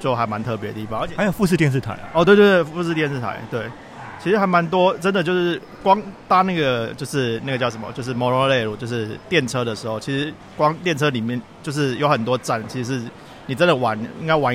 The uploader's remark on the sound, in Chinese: 在台場現場收音